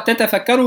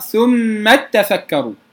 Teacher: إذا بدأنا بتتفكروا فكينا الإدغام، فنقرأ تتفكروا بتاءين، إذا وصلنا نقرأ ثم تفكروا.